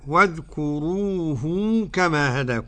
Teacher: يصل هاء الضمير بواو · Term: صلة الهاء